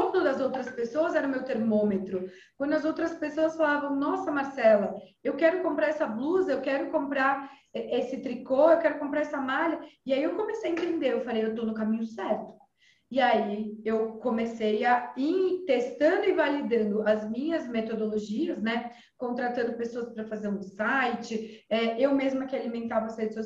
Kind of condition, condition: link, video call